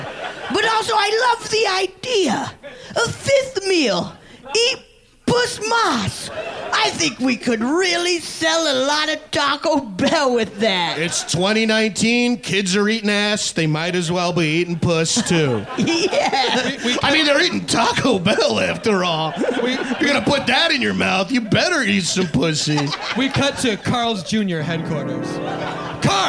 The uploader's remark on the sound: listening to this live show